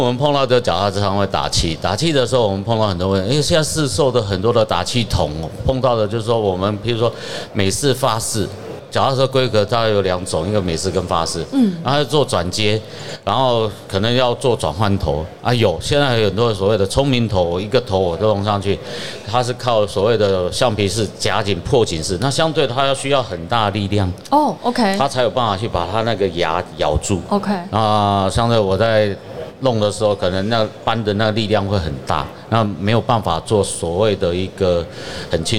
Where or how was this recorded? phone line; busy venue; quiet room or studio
busy venue